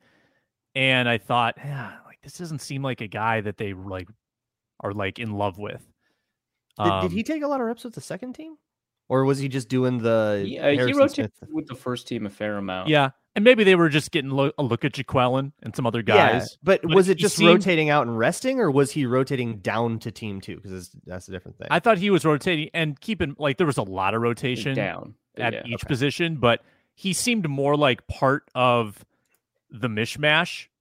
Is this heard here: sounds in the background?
no